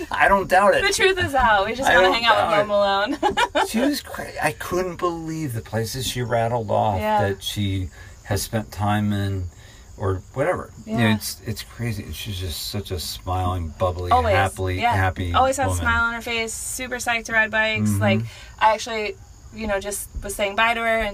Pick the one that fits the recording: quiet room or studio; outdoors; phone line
outdoors